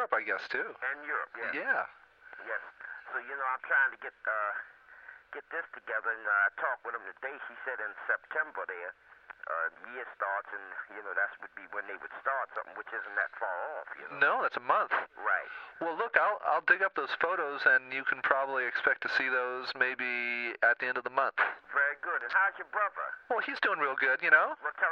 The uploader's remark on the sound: Phone call